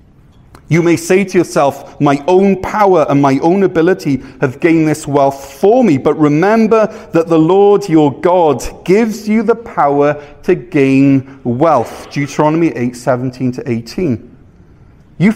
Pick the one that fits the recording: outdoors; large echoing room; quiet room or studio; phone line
large echoing room